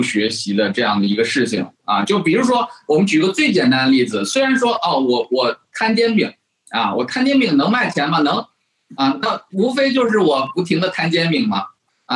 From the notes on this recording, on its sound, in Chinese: 进行了北京、天津、海南三地连线，采用网络录制，请大家原谅我们本期的音质。